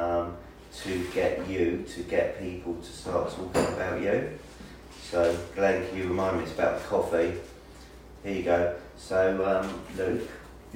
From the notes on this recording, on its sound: are in San Francisco at the NAR Conference